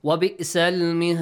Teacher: مهاد دال must produce a bouncing sound · Term: قلقلة sound